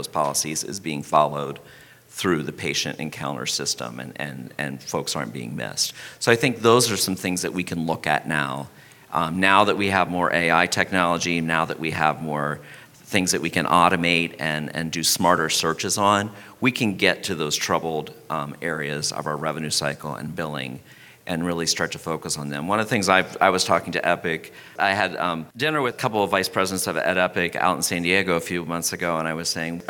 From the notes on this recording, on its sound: Live from HFMA's Annual Conference.